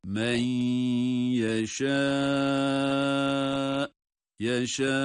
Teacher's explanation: Ama tabii ki burada tam bir idgam değil. Nun'un gunnesi gösterilerek tutma yapılıyor. · Term: idgam maal gunne